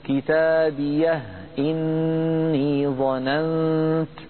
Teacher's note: ولكن الأكثر على أنه يسكنها ويبقي الهاء ساكنة ويكسر همزة إني، يبقي الهمزة محققة